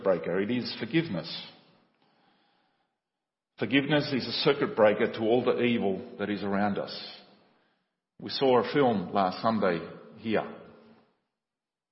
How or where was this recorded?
large echoing room